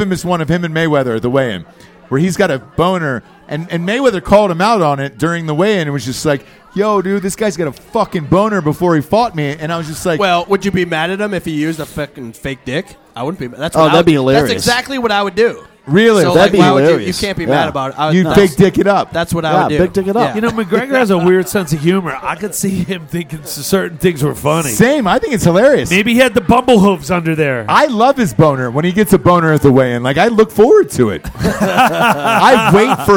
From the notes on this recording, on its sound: Live From Las Vegas! At a biker bar in Las Vegas.